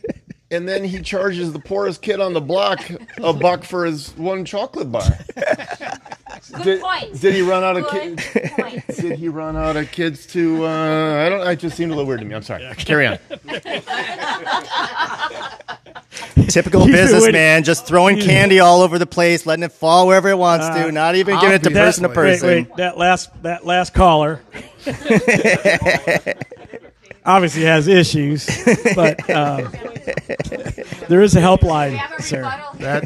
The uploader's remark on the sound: We celebrated with a live show